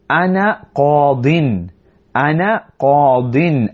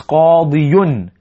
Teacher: we will learn that at times the ya at the end of this word is dropped · Shown in: first take